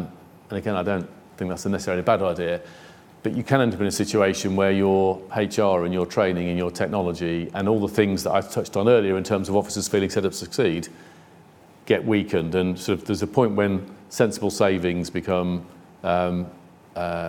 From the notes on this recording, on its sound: a Q&A with the in-person and online audience